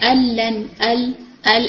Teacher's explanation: نہ غنہ کی آواز نہ نون کا کوئی مخرج